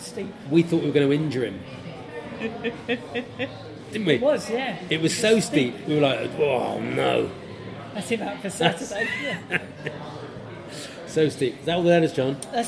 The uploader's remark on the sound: This week comes live from the pub